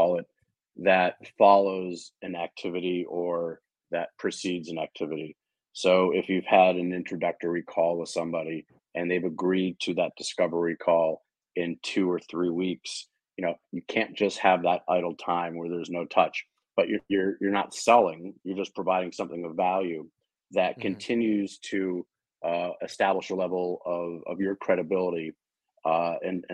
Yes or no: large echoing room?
no